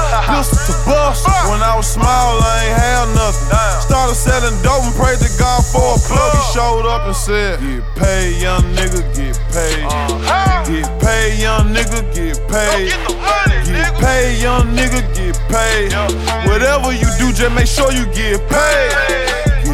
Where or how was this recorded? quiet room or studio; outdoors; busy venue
busy venue